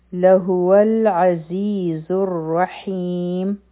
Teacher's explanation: په العزیز کې عین چې دی دا به د حلق نه وایو